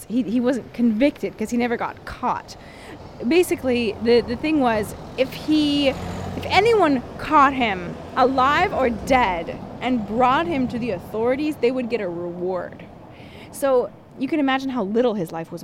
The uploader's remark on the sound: A rebroadcast of our walking tour through Rome